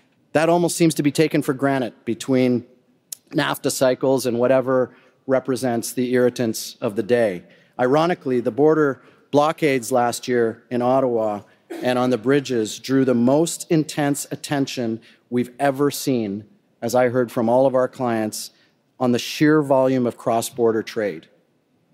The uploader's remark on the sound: Addresses the audience at the US-Canada Summit, hosted by BMO and the geopolitical risk advisory firm Eurasia Group.